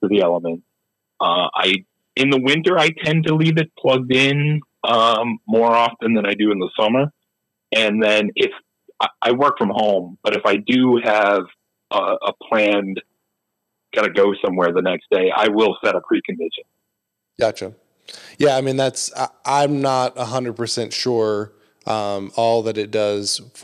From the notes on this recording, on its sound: they phone in a friend